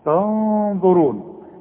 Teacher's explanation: بس الغنة هنا تفخم علشان الظه مفخمة